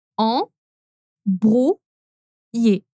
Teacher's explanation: Aqui a gente tem uma nasal, o on, depois o r no meio da sílaba, bru, e finalmente o ye